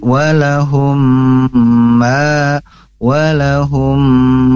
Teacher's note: gunahnya atau idgham mimi, yang dimana kita harus membaca atau membacanya ditahan